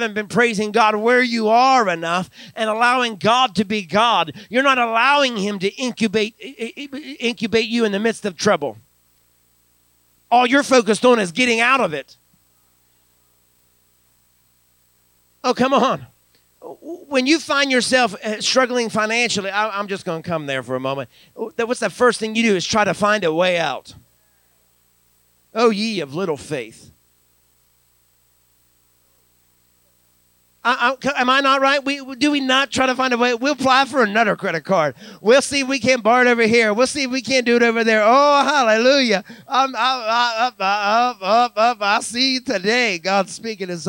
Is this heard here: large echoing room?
yes